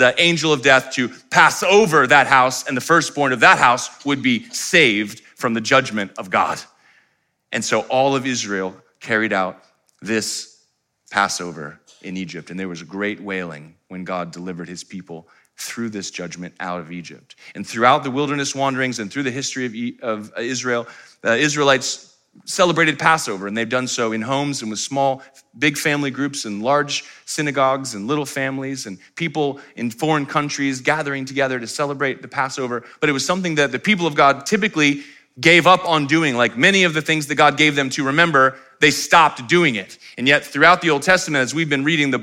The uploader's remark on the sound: live stream of our Good Friday Communion Service